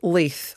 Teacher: if we're going for a northern accent, I'm going to go for a dark L with that. So it's going to have the back of your tongue up.